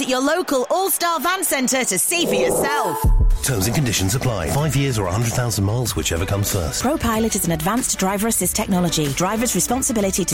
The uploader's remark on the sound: Post-match podcast from the stands.